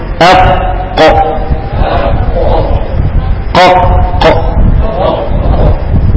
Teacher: أقصى اللسان فوق أقصى اللسان هنا أقصى اللسان. أقصى اللسان هتلاقيه ارتفع لفوق · أقصى اللسان مع ما يقابله من حنك اللحمة هتحس بيه دلوقتي وانا بنطق حرف القاف · Term: مخرج القاف